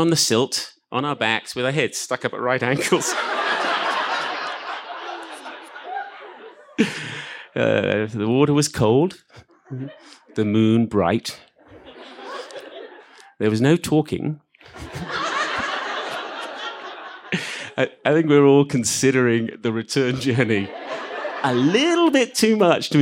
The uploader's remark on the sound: This story was recorded live at Buntport Theater.